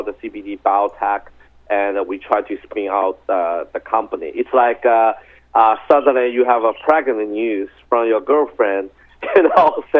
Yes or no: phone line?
yes